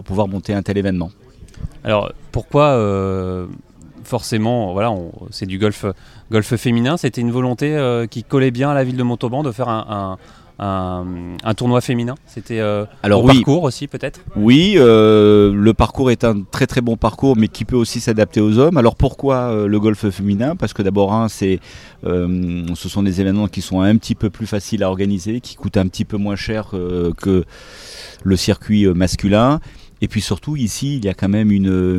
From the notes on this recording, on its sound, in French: Nous serons en direct du village Olympe de Gouges